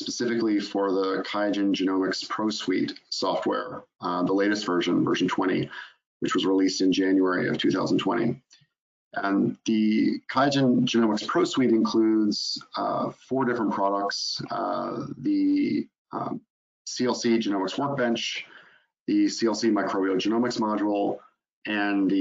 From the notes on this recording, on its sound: In this live webinar.